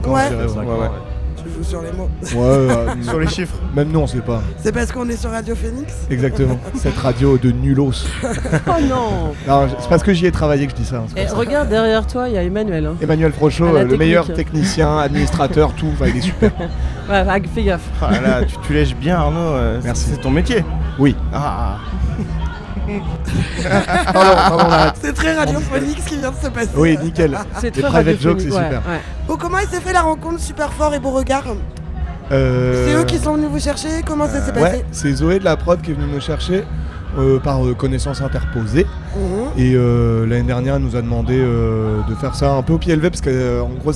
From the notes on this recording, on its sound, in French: en direct de l’espace presse du Festival Beauregard 2023 à Hérouville-Saint-Clair (14)